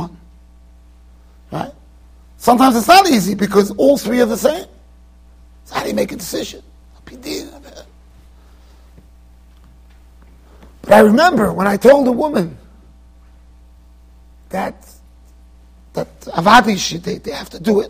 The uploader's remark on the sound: Shiur recorded in Yeshivas Ohr Reuven, Monsey NY.